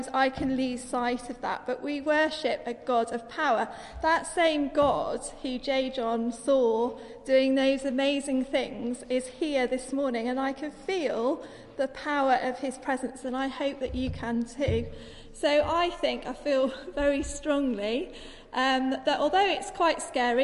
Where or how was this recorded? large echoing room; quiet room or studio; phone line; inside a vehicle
large echoing room